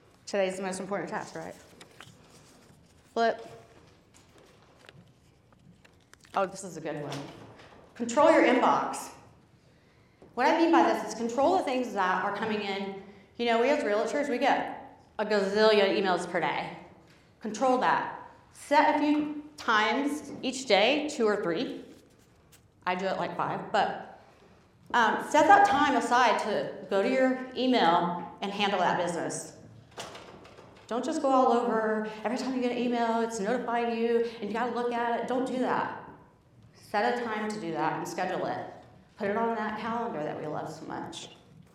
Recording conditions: live audience